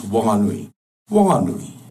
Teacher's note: So the H in Whanganui is there, but it's heard as a breath, as they describe it. In Whanganui, the H is aspirated.